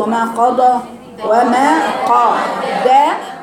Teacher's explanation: القاف مفخمه، الدال رقيقه، الراء مفخمه